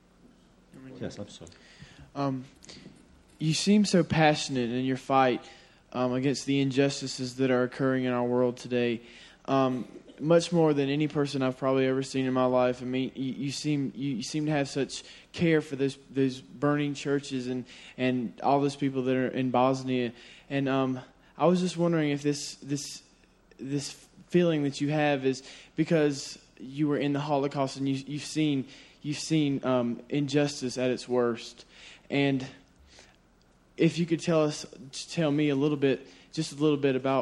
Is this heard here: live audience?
yes